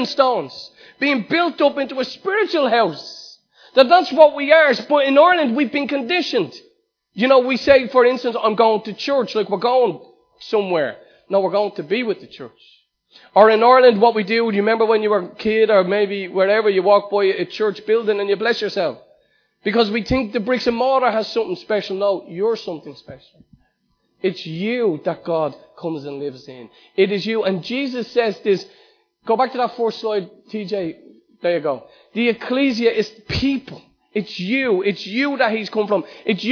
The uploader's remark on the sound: Recorded live at Liberty Church